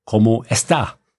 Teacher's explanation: The emphasis, the accent is at the end.